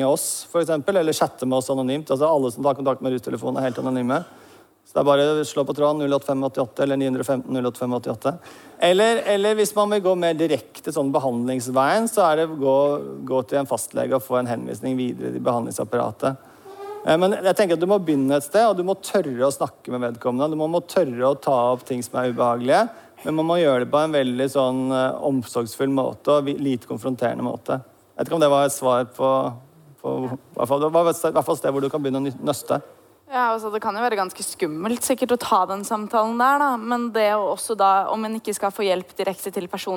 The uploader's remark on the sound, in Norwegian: Podcasten er spilt inn live på studentsamfunnet Driv i Tromsø med publikum i salen.